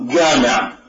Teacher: اللبناني ينطق الجيم مثلا جيم جامعة، المصري ينطقها قريبة للقاف